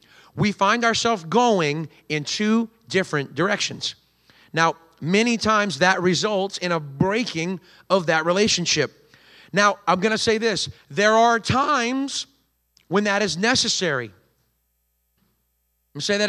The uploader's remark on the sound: recorded on Sunday, October 1st, 2023, during service at The Anchor Church in Rockport, Maine.